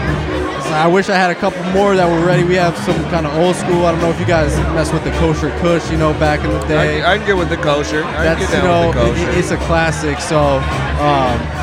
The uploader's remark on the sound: Live In NYC At The Media Mixtape Vol 1 MJ Unpacked After Party. Live in New York City during MJ Unpacked at the Media Mixtape Vol.